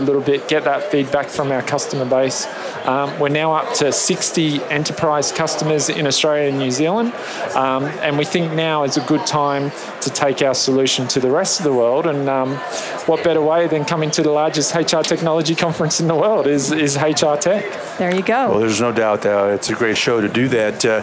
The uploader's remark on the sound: LIVE from Las Vegas, at #HRTechConf